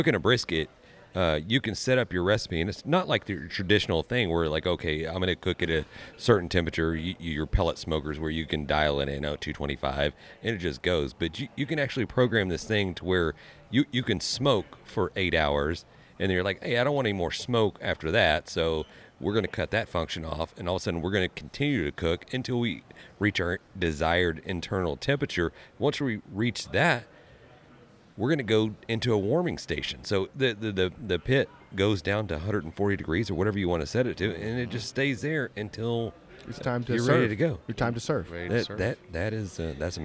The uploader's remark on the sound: In this episode we are on location at the 2024 NBBQA conference in San Antonio!